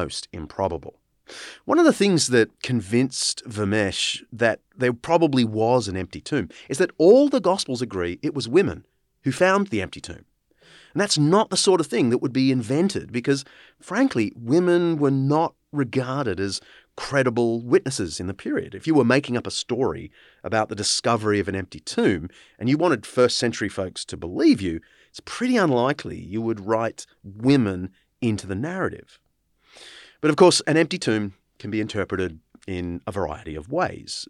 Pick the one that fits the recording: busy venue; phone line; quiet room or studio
quiet room or studio